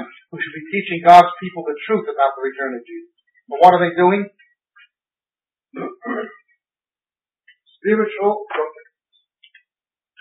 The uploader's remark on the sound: This five-part series was recorded at a conference sometime between 1996 and 2002. We apologize for the audio quality on this recording. It does get better as you go further in.